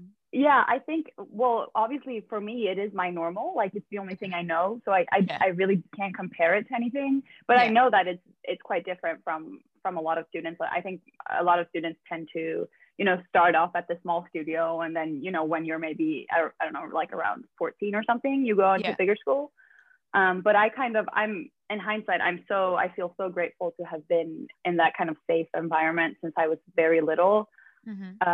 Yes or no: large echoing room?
no